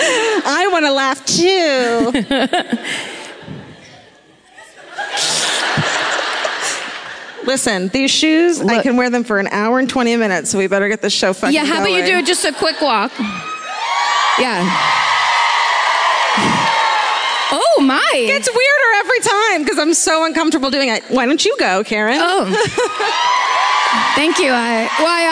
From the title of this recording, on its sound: Live at The Grove in Anaheim